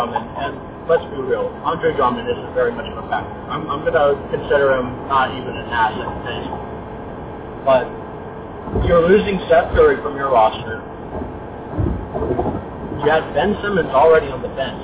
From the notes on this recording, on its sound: Audio quality is a little rough on this one